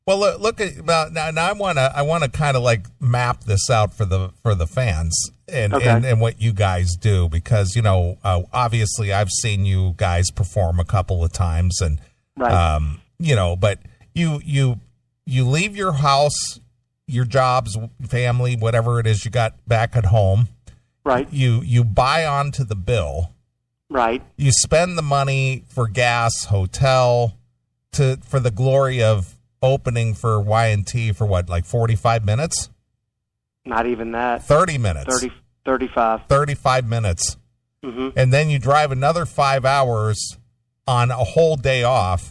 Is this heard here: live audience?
no